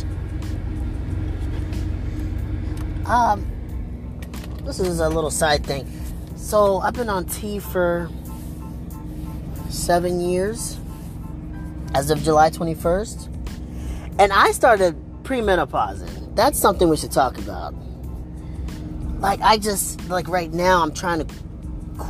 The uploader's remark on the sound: Random Thoughts While Driving